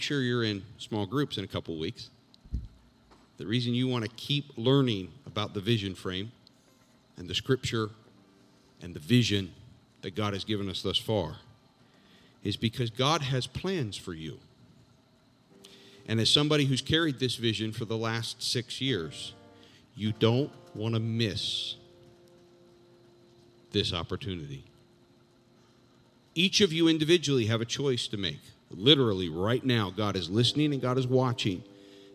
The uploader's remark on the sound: This JAT was recorded live on Sunday, October 3rd, 2021 at Newark UPC.